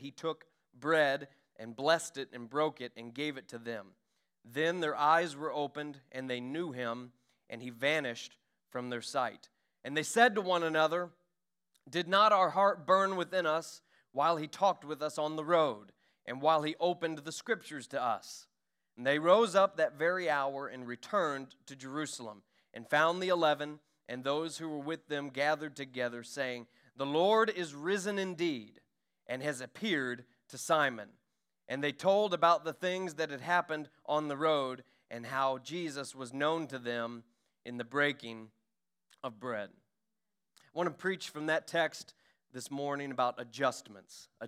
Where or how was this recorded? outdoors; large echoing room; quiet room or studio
large echoing room